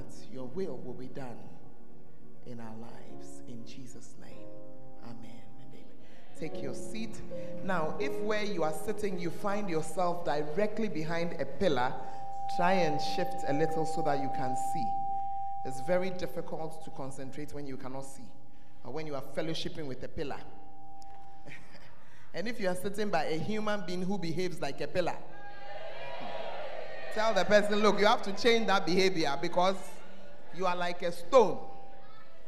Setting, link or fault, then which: setting, large echoing room